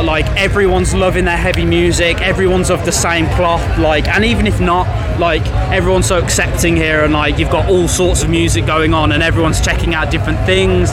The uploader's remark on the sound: From our 'Live from Bloodstock Festival 2022' series.